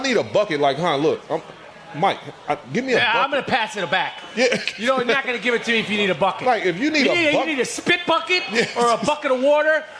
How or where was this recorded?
live audience